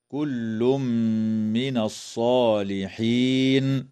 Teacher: يدغم التنوين في الميم مع الغنة